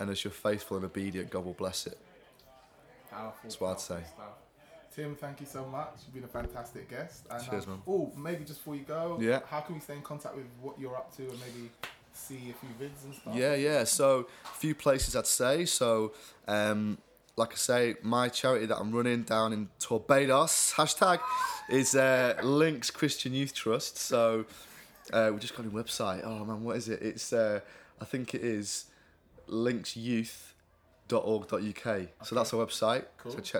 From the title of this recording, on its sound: LIVE from CreationFest 2015